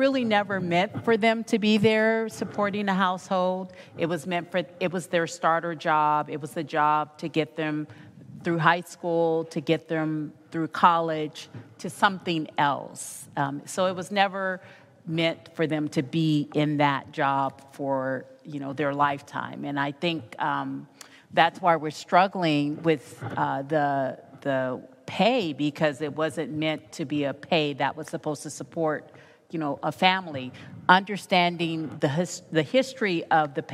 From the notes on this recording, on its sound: Live from The Cheech Marin Center for Chicano Art & Culture at the Riverside Art Museum